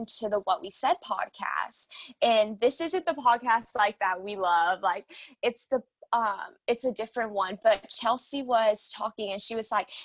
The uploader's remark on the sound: catch up with each other 200 miles apart on their first ever zoom podcast